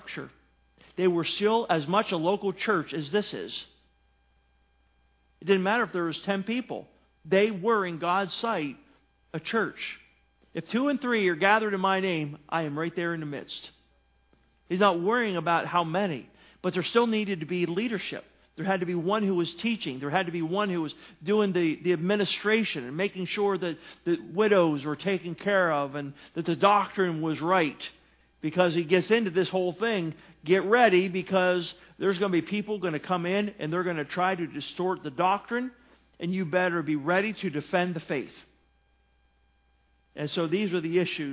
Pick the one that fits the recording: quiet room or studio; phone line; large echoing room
large echoing room